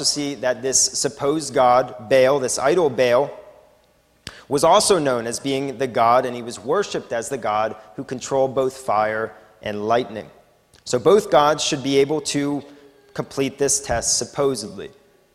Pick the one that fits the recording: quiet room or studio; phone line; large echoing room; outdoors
large echoing room